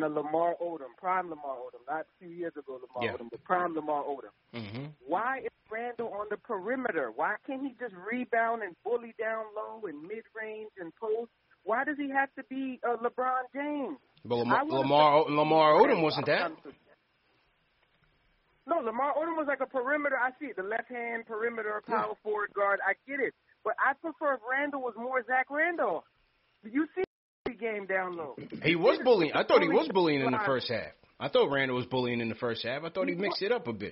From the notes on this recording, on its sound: take phone calls from fans around the world